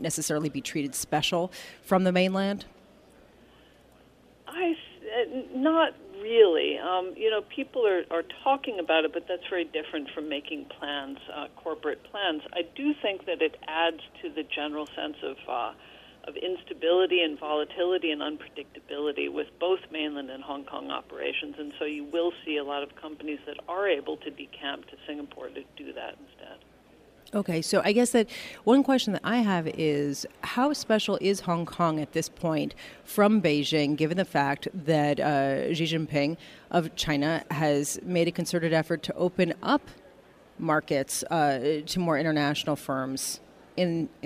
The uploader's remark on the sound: Broadcasting Live from the BNY Mellon Pershing INSITE conference in Phoenix.